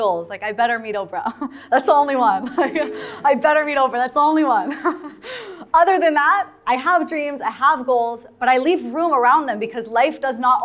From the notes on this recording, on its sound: Listen to the full audio of my first live speaking event in Tel Aviv! Added the audio from the live event itself for everyone who missed it!